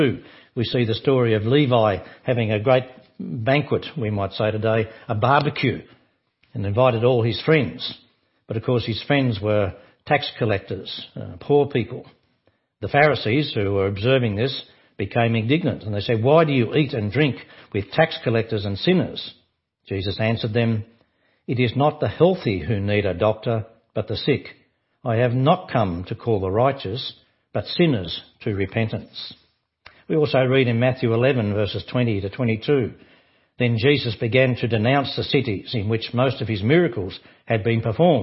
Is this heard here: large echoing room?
yes